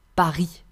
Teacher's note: We do not pronounce the S at the end. · Term: silent letter